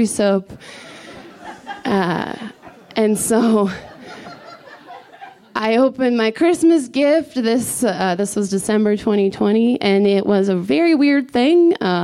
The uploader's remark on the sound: This story was recorded live at Buntport Theater